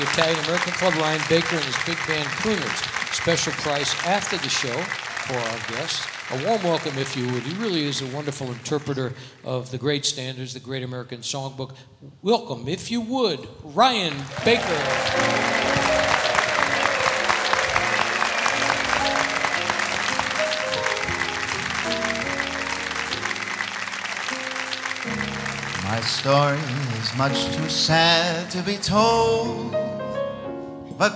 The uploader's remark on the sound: Live at the SouthPoint Casino